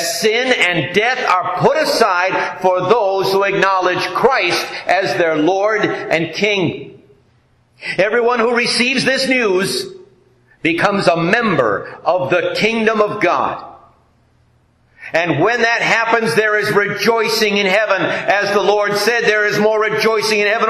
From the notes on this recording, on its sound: This message based on Proverbs 14:28 was delivered at the Joint Ascension Day service held at Our Redeemer Lutheran Church in Taylor, Michigan.